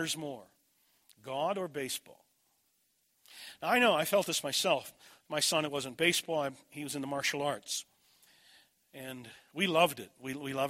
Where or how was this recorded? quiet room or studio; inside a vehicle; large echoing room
large echoing room